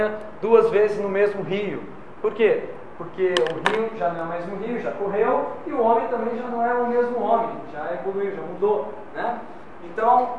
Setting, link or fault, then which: setting, live audience